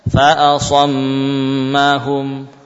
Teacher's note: dua-duanya punya gunnah karena gunnah tidak bisa dipisahkan dari huruf mim. Namun miqdarnya martabahnya berbeda, ya.